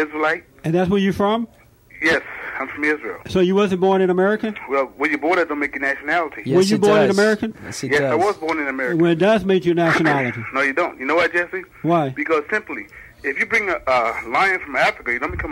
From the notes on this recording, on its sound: The host takes phone calls live on the program for questions and comments